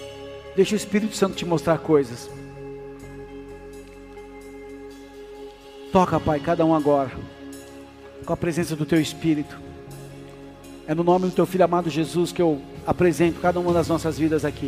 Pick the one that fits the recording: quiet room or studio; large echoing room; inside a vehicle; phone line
large echoing room